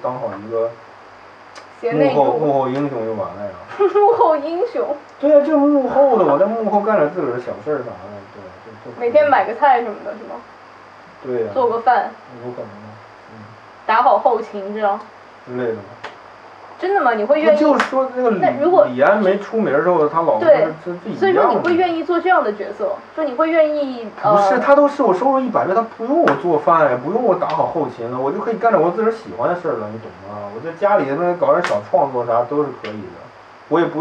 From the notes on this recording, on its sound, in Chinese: 这期音质太差，没办法加背景音乐，凑合听吧